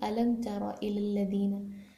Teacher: اور یہ کب ہوتا ہے، جب کبھی میم ساکن کے بعد با اور میم ان دونوں کے علاوہ کوئی بھی حرف آ جائے تو ہم اظہار کرتے ہیں، یعنی میم کی آواز کو بالکل صاف کر کے ادا کرتے ہیں، اس کو چھپاتے نہیں ہیں یا اس کو تھوڑا سا مکس نہیں کرتے